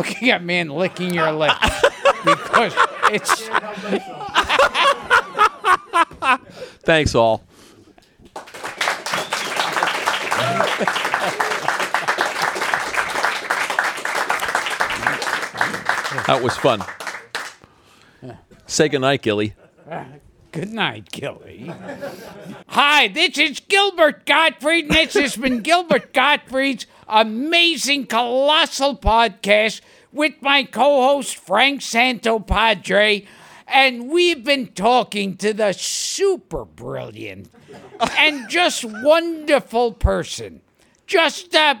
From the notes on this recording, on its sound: aided by questions from callers and an in-studio audience